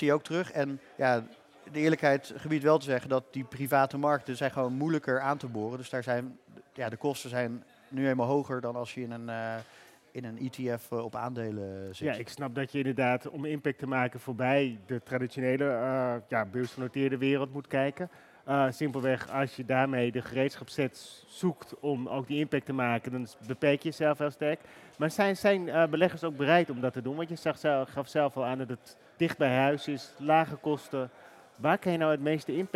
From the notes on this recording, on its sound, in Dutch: live vanaf het cardano-podium op Fund Seminar 2023